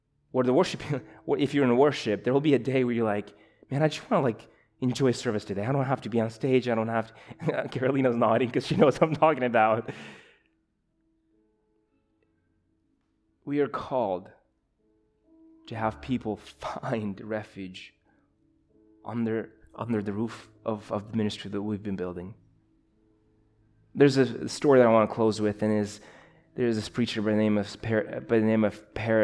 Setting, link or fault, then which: setting, large echoing room